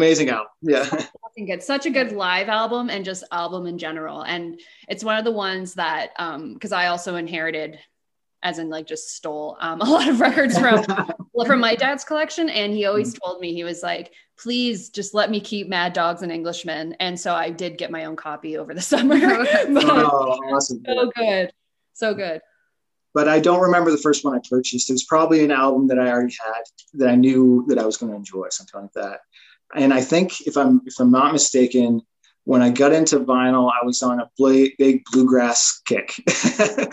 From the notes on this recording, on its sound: joins us via zoom